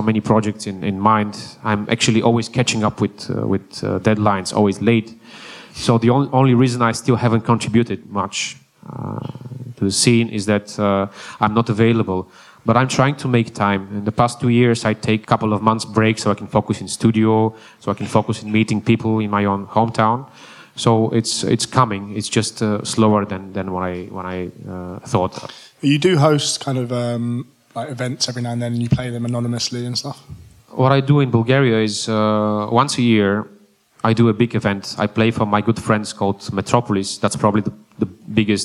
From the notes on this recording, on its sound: recorded live at AVA Festival